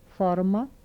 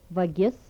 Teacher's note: Labiodental fricatives without palatalization.